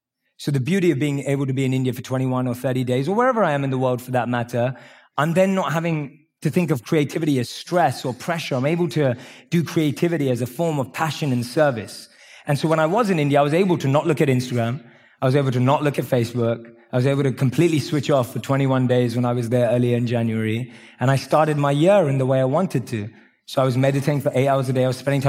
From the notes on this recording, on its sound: Live from Mindvalley’s stage